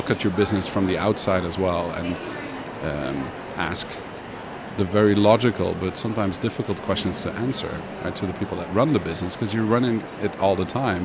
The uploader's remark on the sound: Live from #IMEXAmerica